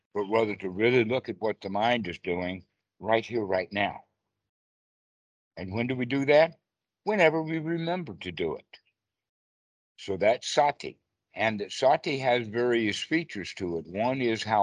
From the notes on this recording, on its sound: skype calls on this channel